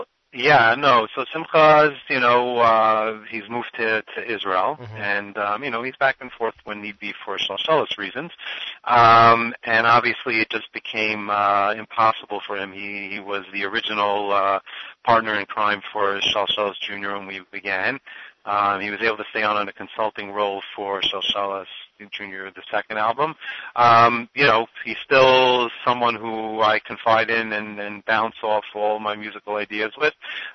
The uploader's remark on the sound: Will phone in to talk to us about his latest release.